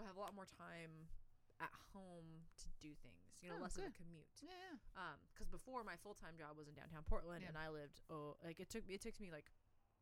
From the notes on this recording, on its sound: Through some technical difficulties and a lot of background chaos we made it through an episode.